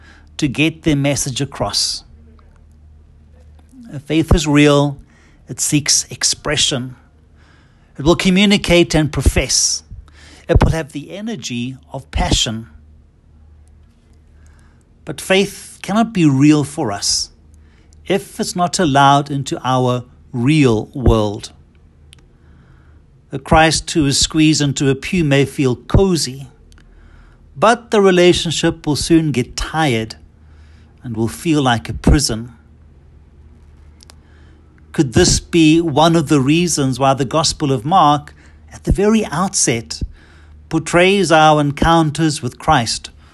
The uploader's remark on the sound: Homily preached at Holy Trinity Catholic Church in Braamfontein, South Africa.